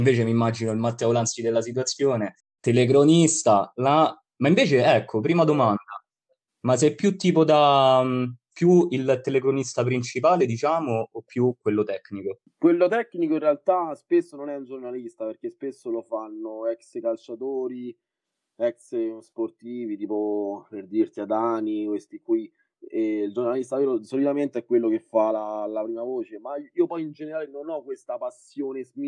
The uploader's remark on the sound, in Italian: Episodio registrato da remoto in data 14/07/2020.